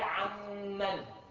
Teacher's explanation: لأن النون قد زال لفظها بالقلب فصار مخرجها من مخرج الميم، فالغنة لا شك للميم لا لها. · Term: الإدغام كامل